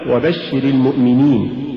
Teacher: سبب اللحن هو زيادة نبرة الشين، وهذه النبرة التعسفية ساعدت على تحويل الكلمة من المخاطب إلى المخاطبة.